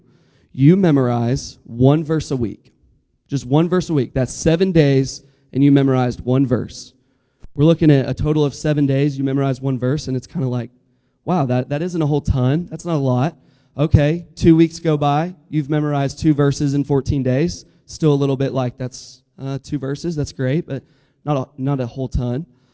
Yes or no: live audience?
yes